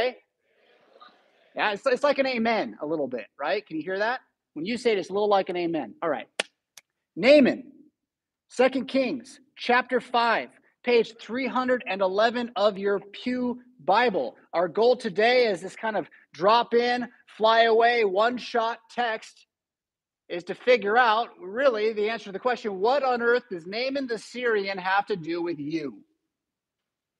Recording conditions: large echoing room